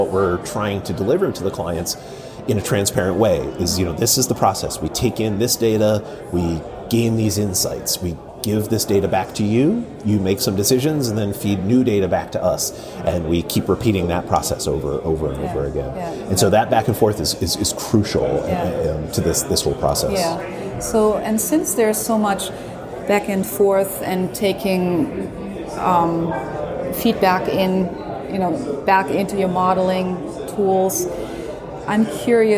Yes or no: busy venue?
yes